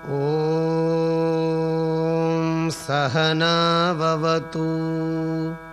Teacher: the A of Sa is a low tone, the A of Na is a high tone, the vowel in the second high is an elongated high tone, and the remaining vowels are middle tones.